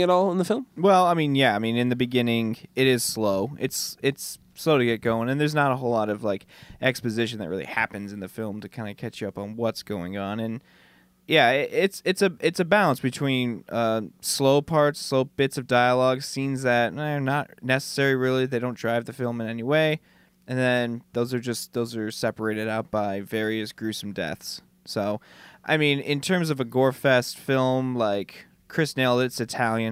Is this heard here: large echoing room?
no